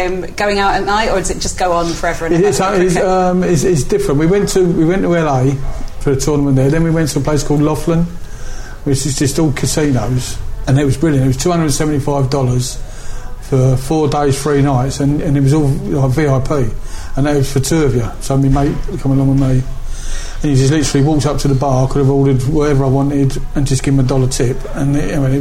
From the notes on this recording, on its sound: mutual local pub, Blackheath’s The Royal Standard